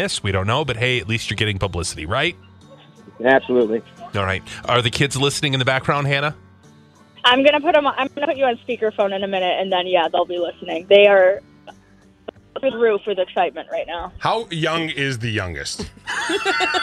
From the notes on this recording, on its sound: called in for our weekly segment